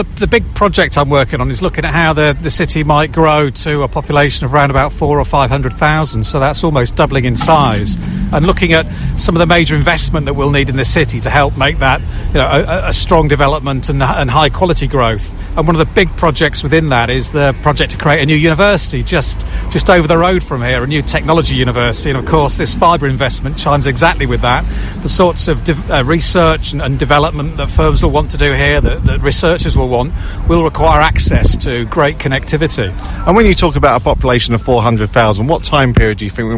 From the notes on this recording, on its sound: Live from Milton Keynes train Station